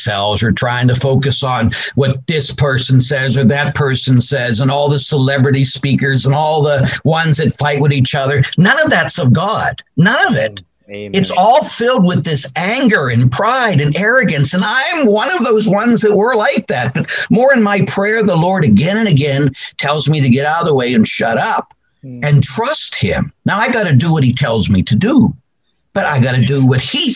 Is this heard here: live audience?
no